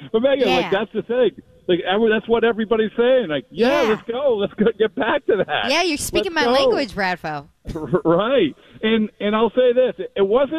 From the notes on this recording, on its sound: On WEEI. Live from outside AT&T Stadium.